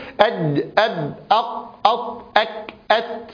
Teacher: هذه الأحرف حينما وصل النفس إليها انحبس، فانحبس الصوت في مخرجه · Term: الأحرف الشديدة